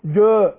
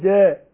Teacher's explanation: لا، لأن الجيم حرف إيه مرقق، حرف مستفل، فما ينفعش أقول إيه جاء، أقول جاء، يبقى الألف رققناها عشان إيه حرف اللي قبلها حرف مرقق مستفل · Shown in: second take